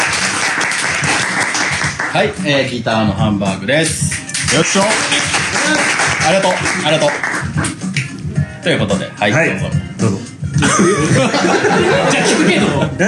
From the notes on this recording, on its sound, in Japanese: イベント公開収録inのにゃん。2019年8月11日に練馬barのにゃんで行われた「AMR公開収録inのにゃん」。